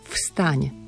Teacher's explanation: Hneď na začiatku prvé slovo vstaň musí zaznieť to neznelé F.